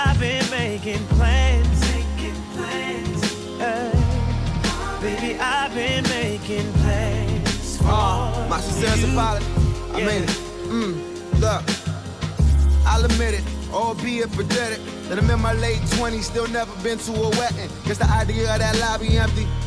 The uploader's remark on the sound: LIVE AT EUPHORIA FRIDAY ATL